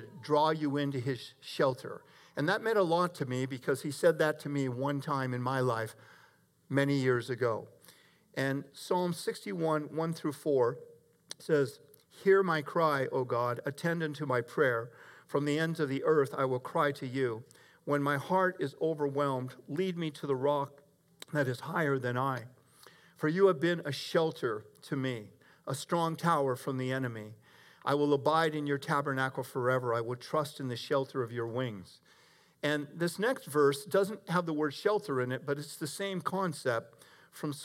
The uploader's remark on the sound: Delivered 28 June 2021 at Grace Church of La Verne . Delivered 28 June 2021 at Grace Church of La Verne .